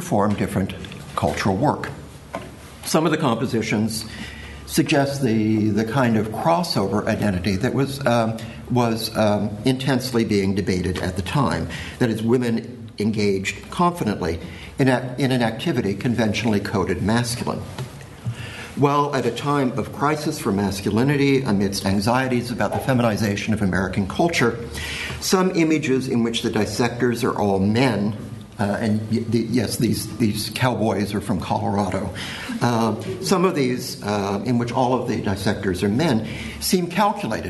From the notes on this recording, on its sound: Keynote paper given at the symposium